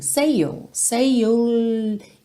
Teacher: Lembra que você pode emendar esses dois Ys. Então, não precisa falar say you.